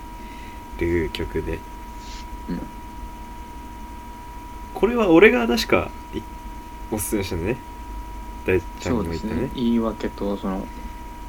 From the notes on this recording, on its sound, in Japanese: 雑音つにご注意を。